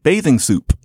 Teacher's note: whenever she said bathing soup, for some reason there would be this rather extensive release of the P's. Not bathing soup, it was bathing soup.